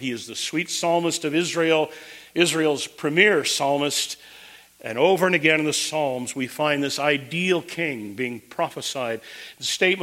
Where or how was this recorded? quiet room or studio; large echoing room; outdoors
large echoing room